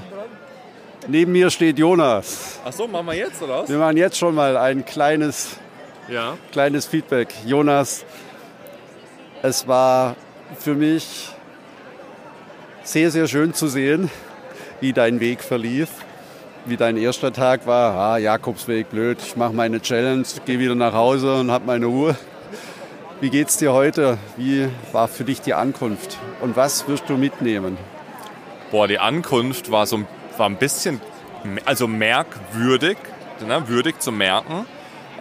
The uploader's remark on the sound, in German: Die Ankunft in Santiago de Compostela. In diesen, Live auf dem Platz der Kathedrale aufgenommenen Gesprächen, kommen die Gedanken und Gefühle heraus, so wie es sehr vielen anderen Pilgern auch ergeht.